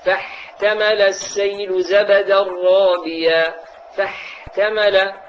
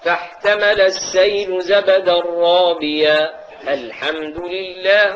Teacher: وكذلك من عيوب النطق الحاء المبالغة في إخراجها · Shown in: first take